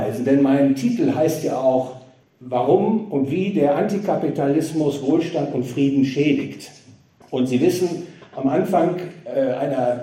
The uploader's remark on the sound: Gehalten auf dem Fondskongress in Trier.